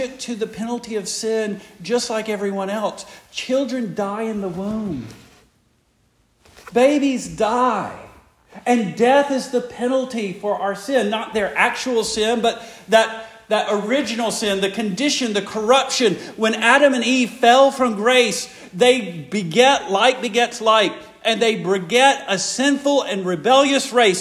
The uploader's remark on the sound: Preached the morning of February 4, 2024, for the Heidelberg Presbyterian Church in Heidelberg, Mississippi.